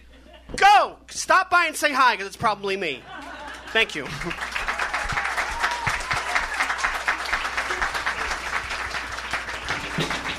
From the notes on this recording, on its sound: Chicago Rat Tales: Live at the Hideout.